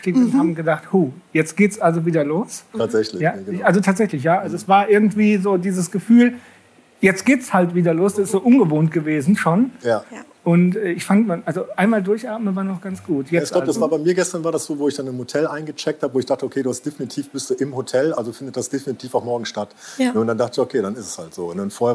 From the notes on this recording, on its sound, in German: Live von der Kaiserstadt Tattoo Expo. Aus unserem Live-Podcast von der Kaiserstadt Tattoo Expo.